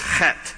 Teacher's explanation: the TH is actually a hard T, so it's chet.